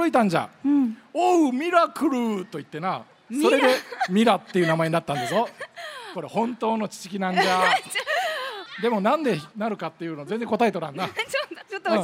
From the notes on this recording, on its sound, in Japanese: 8月14日に行われた「丸の内キッズジャンボリー」での公開録音